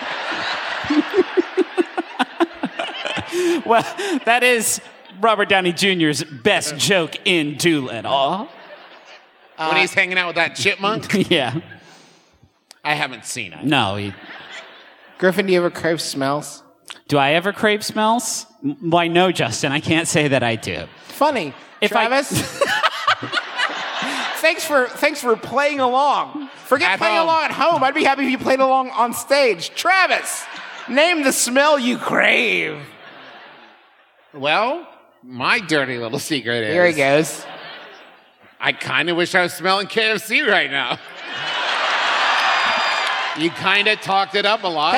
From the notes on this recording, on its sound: here’s a live show we recently did in Cincinnati